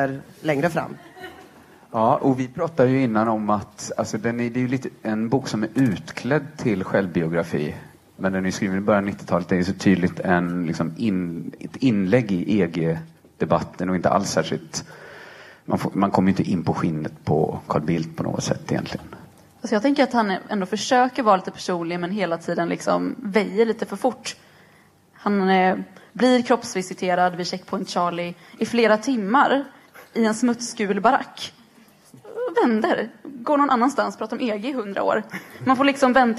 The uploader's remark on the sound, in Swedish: Detta avsnitt spelades in live inför publik på Folkets hus i Göteborg i samarbete med ABF.